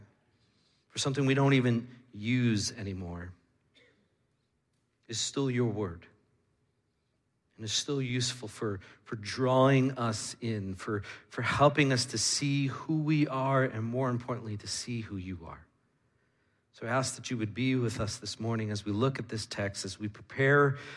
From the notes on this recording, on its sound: Midland Evangelical Free Church Sermon Audio